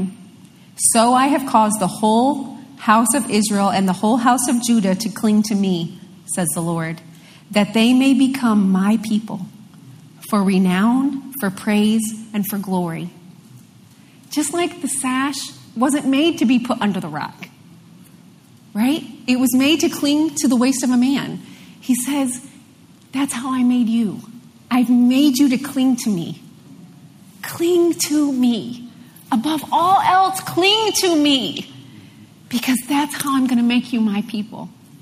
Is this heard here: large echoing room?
yes